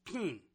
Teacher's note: In Australia, the I and the E have become the same vowel